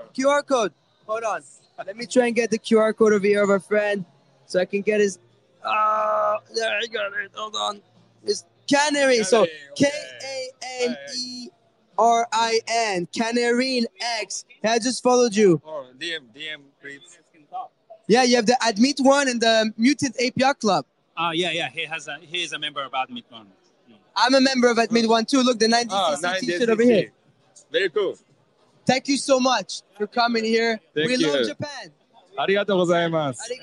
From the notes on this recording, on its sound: Today's episode was broadcast live from the Ledger OP3N event held in Paris, France.